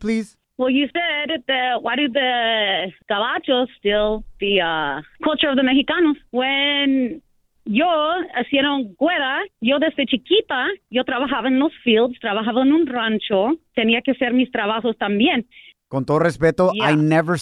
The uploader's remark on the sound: we opened up the phone lines